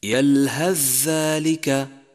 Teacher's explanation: يجب الإدغام هنا في موضعين: اجتماع الثاء مع الذال مثل يلهذ ذلك، جاءت الثاء ساكنة وبعدها حرف الذال، ندغم الثاء بالذال ونشدد الذال